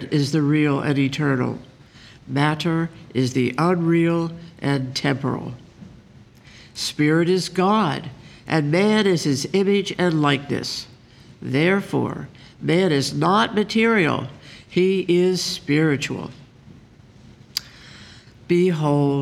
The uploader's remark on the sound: The Sunday service audio from January 28th, 2024